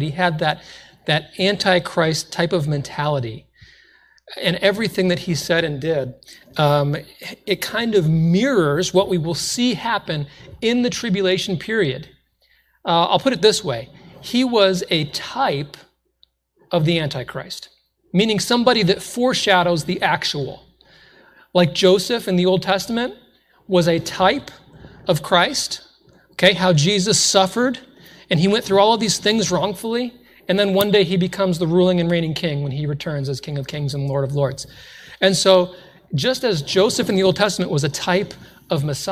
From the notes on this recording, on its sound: This was originally recorded in a Sunday night church service.